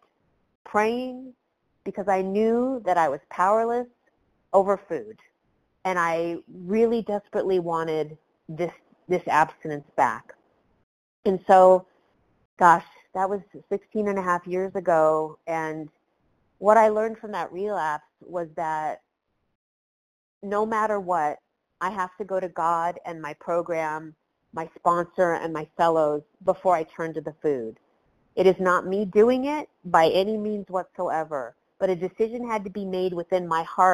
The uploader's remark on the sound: Phone Meeting, 1/16/23. 100 Pounders Phone Meeting.